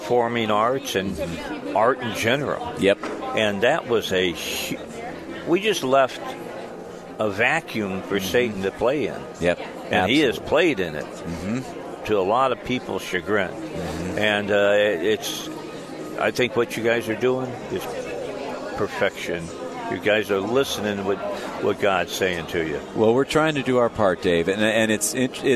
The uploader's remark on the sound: broadcasts from Sight and Sound Theater in Branson, MO